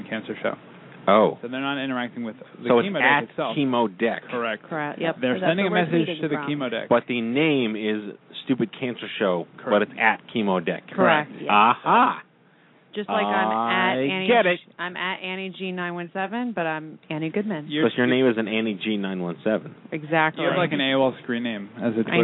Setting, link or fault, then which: link, phone line